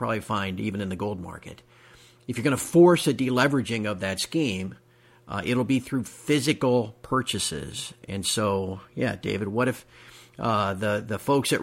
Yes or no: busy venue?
no